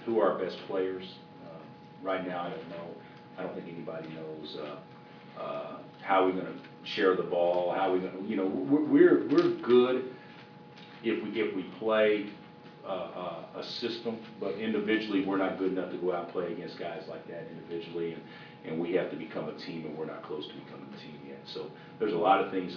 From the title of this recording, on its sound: Press Conferences & Post-Game Interviews